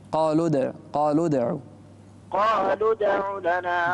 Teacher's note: الدال الساكنة هنا مقلقلة تكون أقرب إلى الفتح